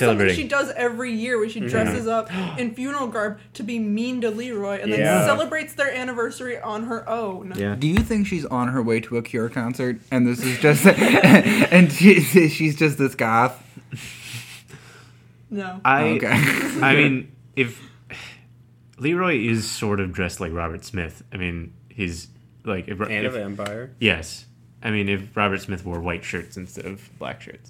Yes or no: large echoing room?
no